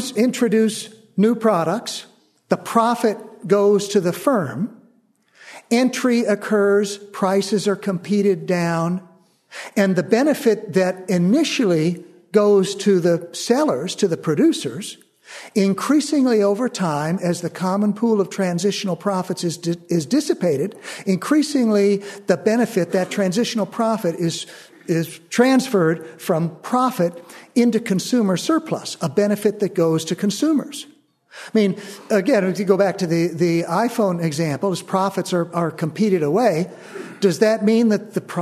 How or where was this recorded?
live audience